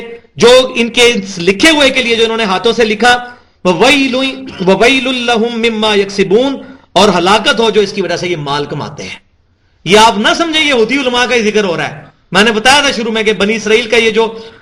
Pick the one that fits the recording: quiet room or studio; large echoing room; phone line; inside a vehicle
large echoing room